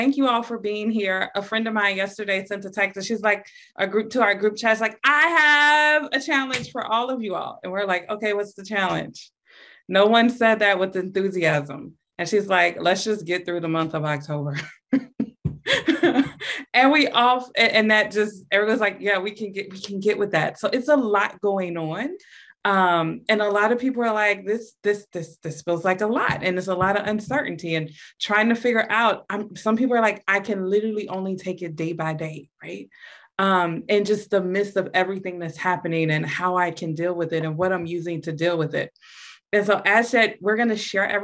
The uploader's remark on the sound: This is an audio recording from a Zoom meeting and may include language not relevant to a podcast setting.